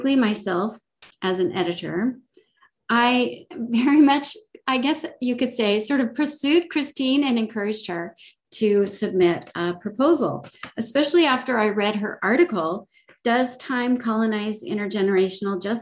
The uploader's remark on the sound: This event was held via Zoom on Tuesday 7 December, 2021.